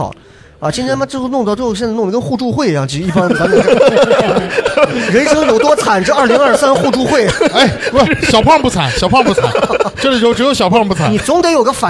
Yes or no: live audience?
yes